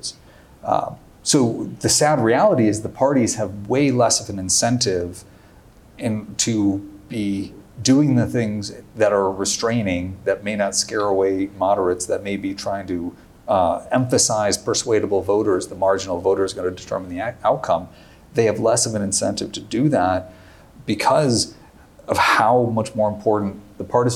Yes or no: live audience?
yes